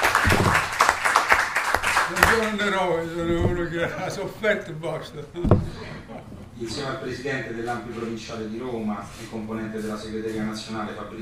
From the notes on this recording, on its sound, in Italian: La registrazione dell’incontro tenutosi il 6 ottobre 2023 presso la Casa della Memoria. Casa della Memoria e della Storia (Roma, 6 ottobre 2023). Siamo lieti di offrirvi la registrazione dell’incontro tenutosi il 6 ottobre 2023 presso la Casa della Memoria e della Storia di Roma. L’incontro organizzato dall’ANPI, l’Associazione Nazionale Partigiani d’Italia.